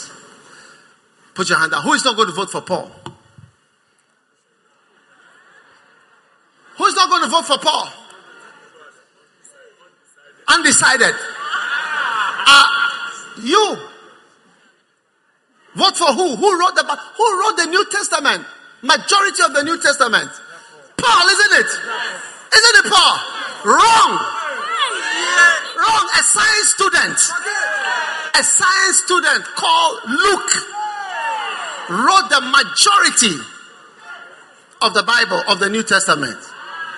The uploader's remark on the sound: Preached at the First Love Center, Accra.